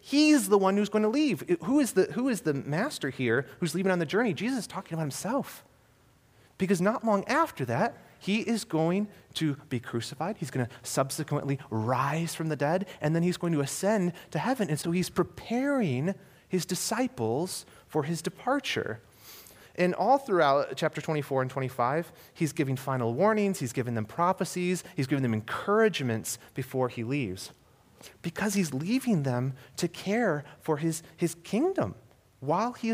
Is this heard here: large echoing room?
yes